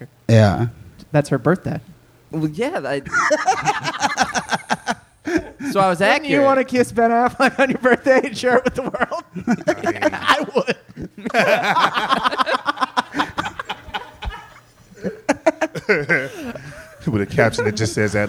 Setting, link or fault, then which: setting, live audience